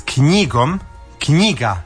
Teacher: to je silazni naglasak, kratak je